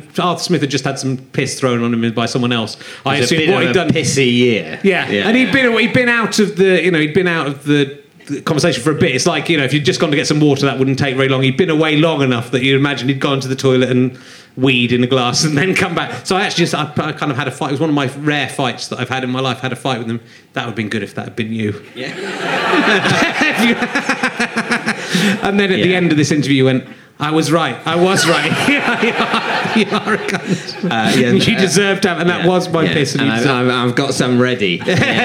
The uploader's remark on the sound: Leicester Square Theatre Podcast